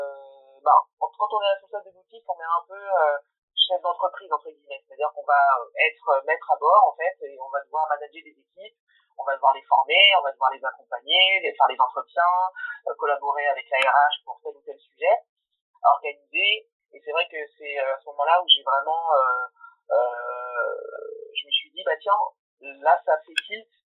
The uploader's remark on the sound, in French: Je m'excuse pour la qualité audio de cet épisode, qui n'est clairement pas au rendez vous, j'ai essayé d'améliorer le plus de choses possible au montage mais cela était impossible de supprimer tous les bruits parasites sans abimer trop l'enregistrement.